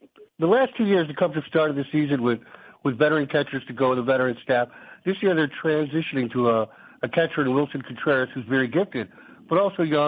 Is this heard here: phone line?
yes